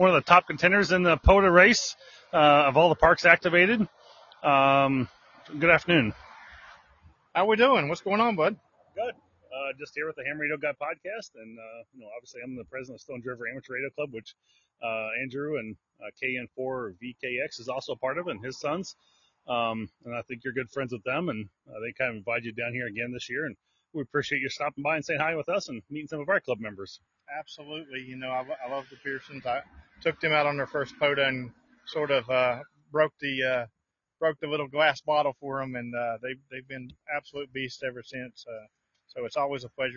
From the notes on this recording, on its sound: In this episode I come to you live from the Stones River National Battlefield national Park.